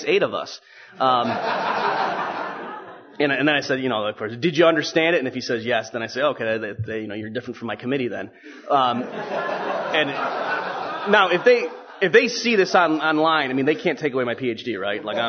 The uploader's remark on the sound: Hayek Memorial Lecture at the 2010 Austrian Scholars Conference.